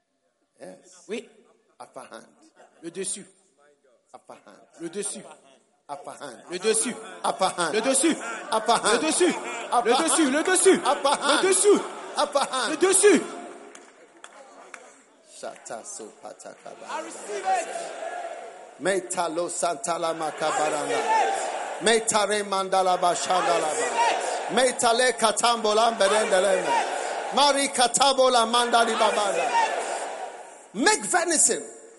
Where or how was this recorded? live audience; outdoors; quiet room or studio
live audience